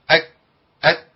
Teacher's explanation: الكاف شديده مقطوعه الصوت